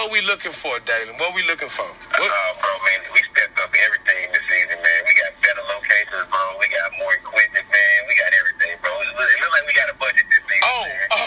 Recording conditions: phone line